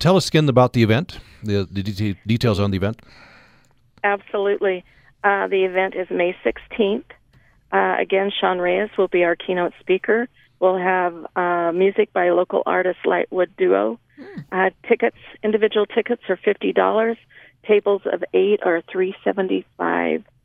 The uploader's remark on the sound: Today we’re opening the phone lines